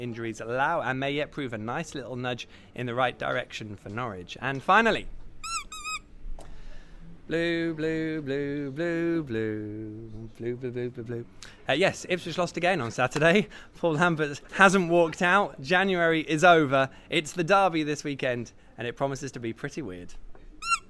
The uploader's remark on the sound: The PinkUn Show is LIVE from Departure Lounge in Norwich. All Canaries supporters are welcome every week to pop along to the pub and have their say live on the show.